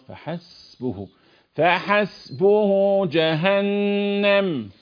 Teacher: السين اللي من صفاتها الهمس، الهمس والترقيق والصفير